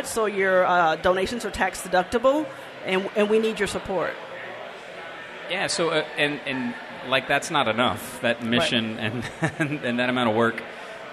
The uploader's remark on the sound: Before a live audience at an OAM Network fundraiser earlier this month.